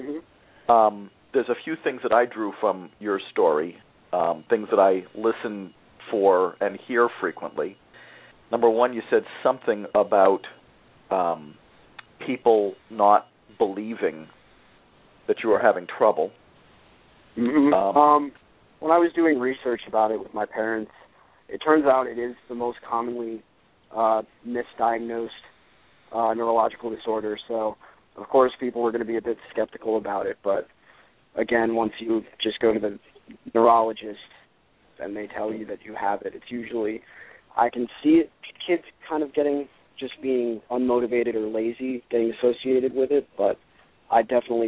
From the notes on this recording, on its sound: a student called into the program